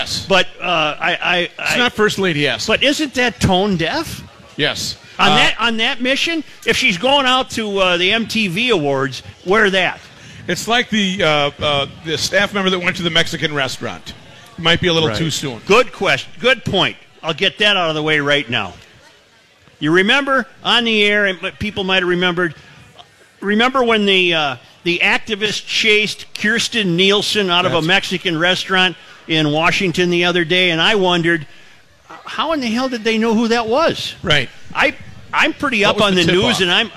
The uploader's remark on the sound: Live at O'Gara's.